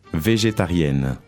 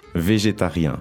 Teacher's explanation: The N is not as strong. It's more nasally N. · Shown in: second take